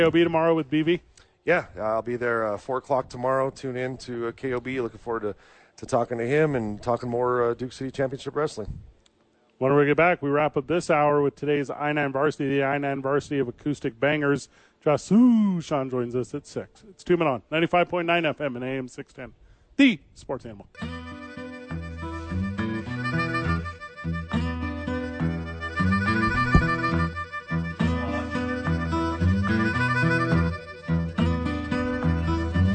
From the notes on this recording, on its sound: live from The Duke Store with friends of the show